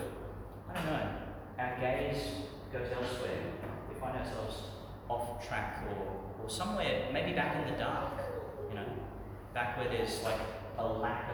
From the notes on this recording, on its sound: Homily for the Twenty-nineth Sunday in Ordinary Time, delivered St Peter Chanel Church, Tannum, Qld.